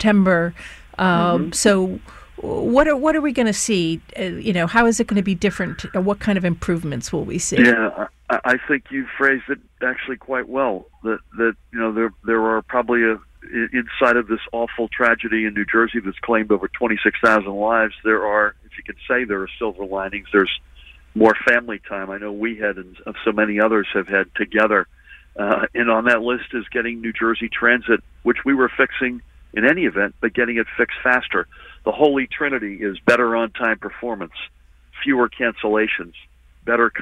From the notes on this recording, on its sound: A live call-in special. On 93.9 FM and AM 820.